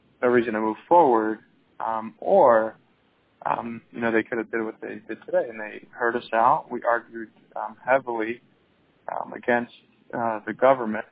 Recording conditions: phone line